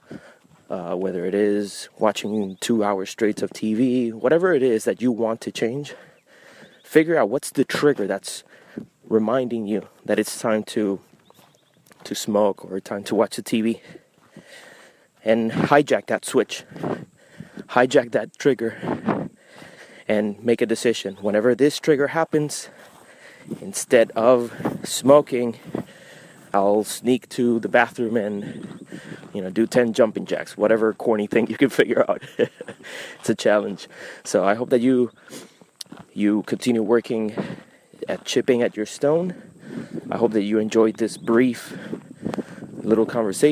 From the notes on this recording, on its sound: I recorded this brief installment of The Winding Stairs Freemasonry Podcast, while going out for a jog. As soon as I was done running, I spontaneously decided to record some of my thoughts.